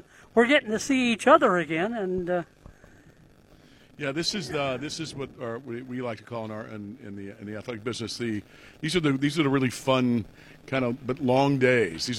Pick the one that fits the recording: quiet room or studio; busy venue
busy venue